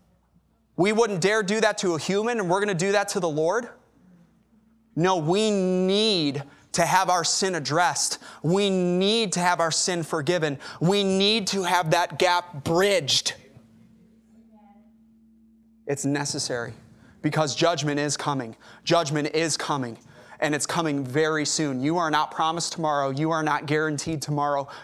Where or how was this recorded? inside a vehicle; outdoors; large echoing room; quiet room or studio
large echoing room